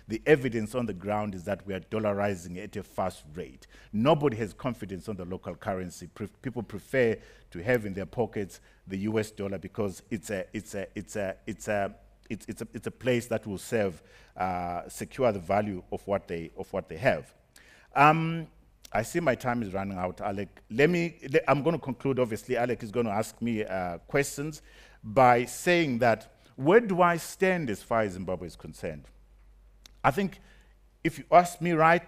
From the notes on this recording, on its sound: speaking on the final day of the BizNews Conference in the Drakensberg